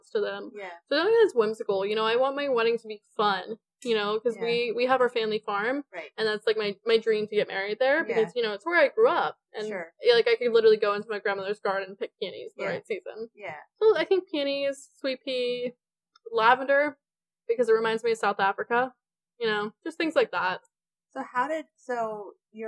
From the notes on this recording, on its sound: This was our first audio-only recording. You'll have to excuse the "beginner" audio quality.